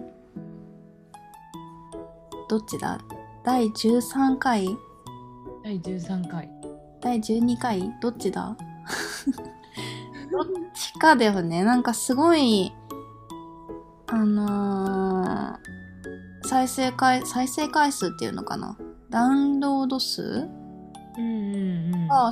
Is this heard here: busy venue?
no